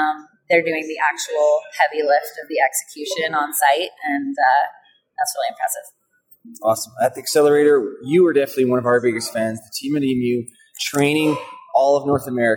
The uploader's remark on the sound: recorded at the Passive House Network Conference